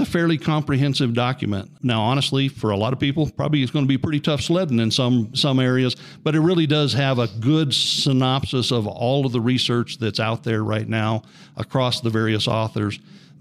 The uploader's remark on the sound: Recording from the 105th CCA/CCW Convention